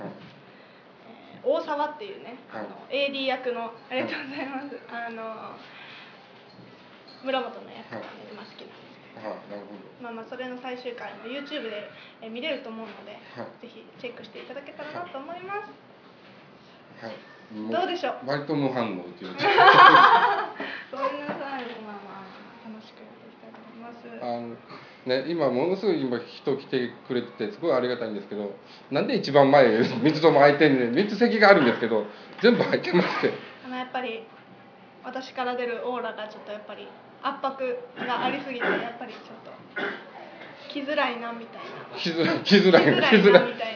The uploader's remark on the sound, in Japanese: 鹿児島公開収録第一弾！！思ったよりもお客様にたくさんきていただきまして楽しいイベントになりました。